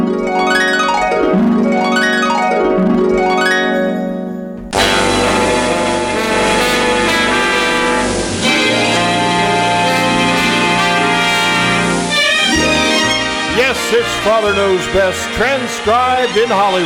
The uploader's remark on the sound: Performed "LIVE" at the First Vineyard Winery in Jessamine County, Kentucky. Here is the audio from the first half of their show.